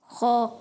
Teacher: غین اور خا حلق کے اوپر والے حصے سے ادا ہوتے ہیں